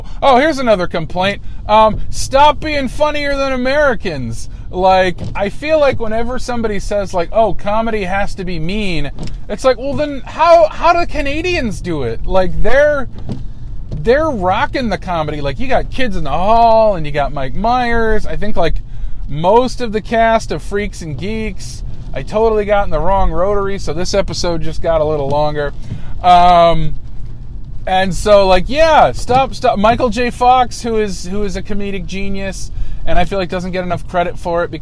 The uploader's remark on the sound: Decided to record a podcast during their work commute while their car is broken.